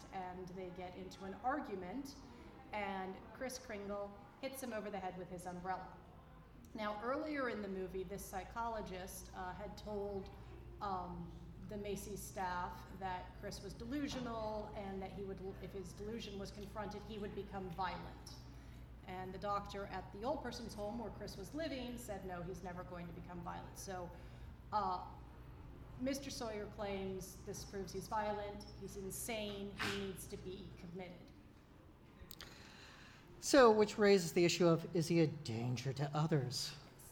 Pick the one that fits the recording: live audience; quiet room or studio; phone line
live audience